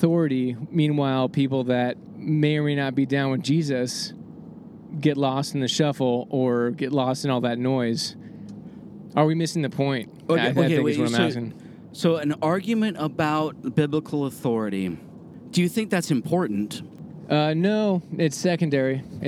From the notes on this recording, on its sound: Recorded on a brief road trip to Arizona!